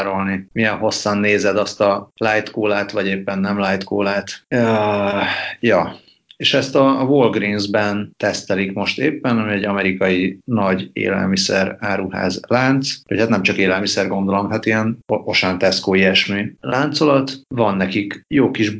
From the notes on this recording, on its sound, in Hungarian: Kétharmados Skype-podcast. A házban (munkahelyen!). Feltételezhetően Izlandon.